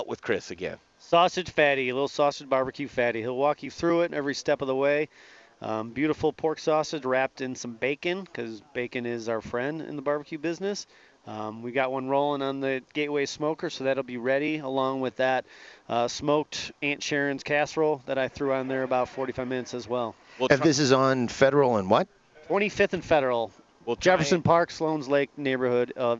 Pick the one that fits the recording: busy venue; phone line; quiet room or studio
busy venue